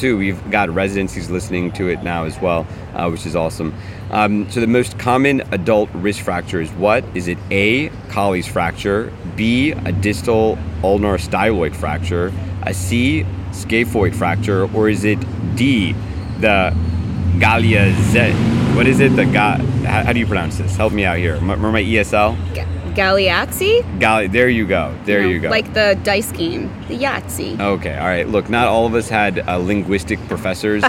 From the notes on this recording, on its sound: Live from SAEM'23! This is their recording from the conference.